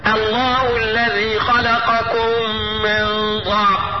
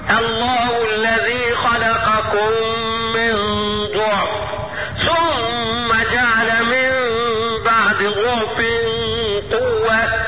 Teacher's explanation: لفظ الضعف ورد فيه الفتح والضم، الفتح زي ما انا قرأته والضم هكذا.